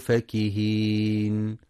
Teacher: ينتبه القارئ برواية حفص في كلمة فكهين لفتح الفاء فقط دون مد، فلا يقرأ فاكهين بمد الفاء، وإنما وردت بالمد في سورتي الدخان والطور.